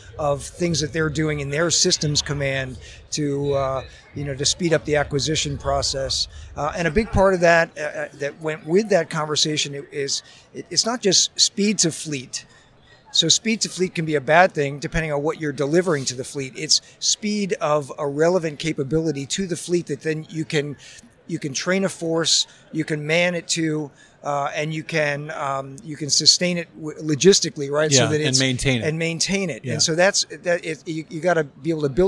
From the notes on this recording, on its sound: live from the San Diego Convention Center